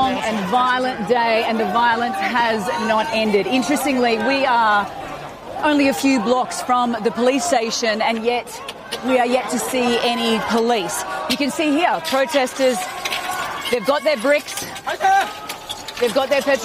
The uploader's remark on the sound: live from the New York Stock Exchange